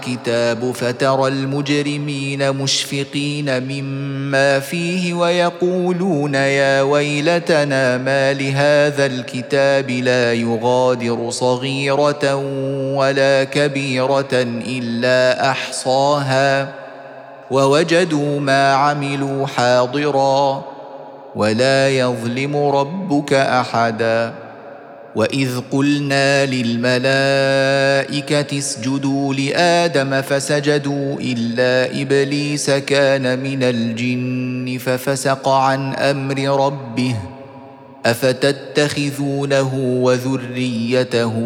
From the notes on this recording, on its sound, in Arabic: سورة الكهف مسجلة في مسجد فاون - بكندا.